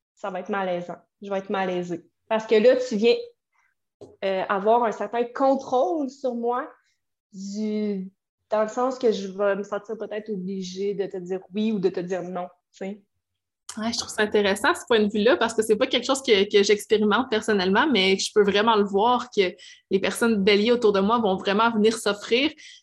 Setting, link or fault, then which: link, video call